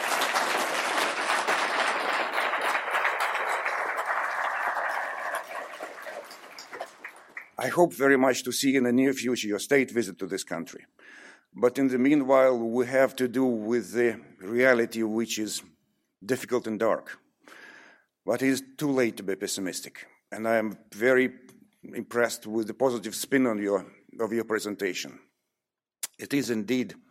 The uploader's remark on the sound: PRIO hosted an open lecture.